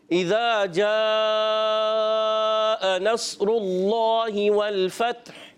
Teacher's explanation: اچھا مد کو کھینچنا ہے مد کو کھینچیں گے کیونکہ مد متصل ہے